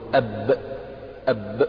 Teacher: ما فيش هواء خارج مع الباء · Term: الجهر